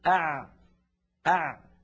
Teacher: زمن أع أطول من زمن أق، وأقصر من زمن أش أه أف